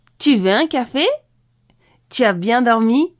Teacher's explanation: L'intonation montante est une phrase simple, sans inversion, avec une intonation à la fin de phrase qui indique que tu poses une question